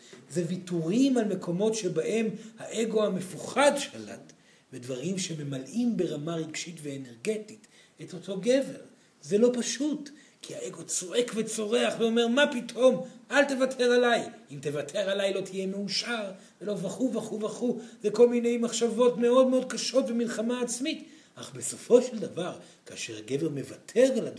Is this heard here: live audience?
yes